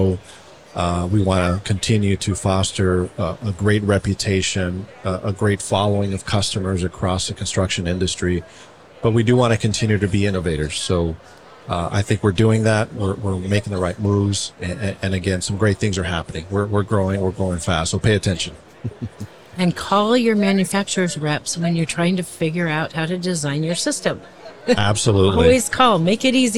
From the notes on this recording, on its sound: In this bonus episode, we share a conversation from our live podcasting event at the 2023 AIA Conference on Architecture in San Francisco, California.